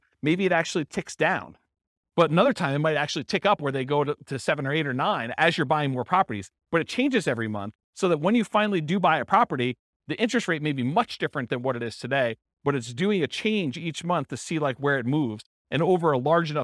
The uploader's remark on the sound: This was a live class recorded